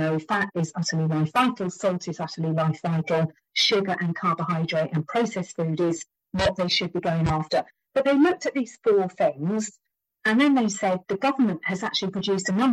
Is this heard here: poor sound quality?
yes